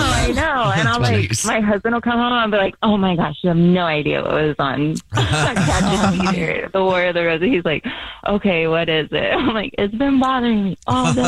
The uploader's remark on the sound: The woman on the phone